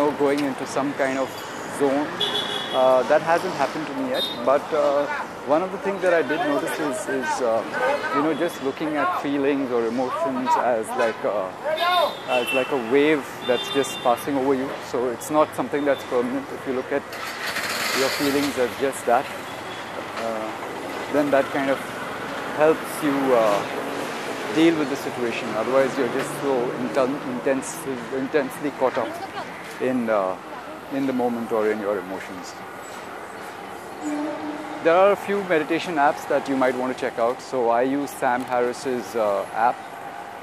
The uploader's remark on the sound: Walking in Vile Parle. Walking near a lovely vegetable market.